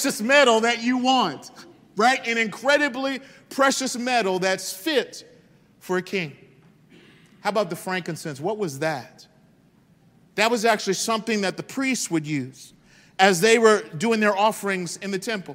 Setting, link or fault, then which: setting, large echoing room